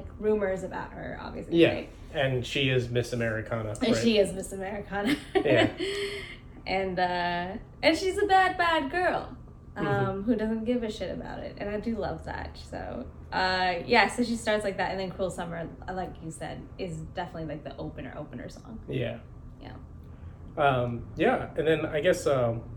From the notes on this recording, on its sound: We had some issues with the microphone audio and had to use camera audio